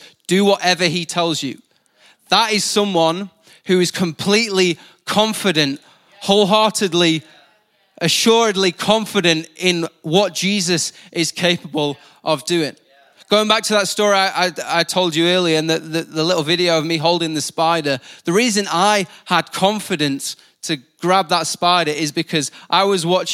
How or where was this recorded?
large echoing room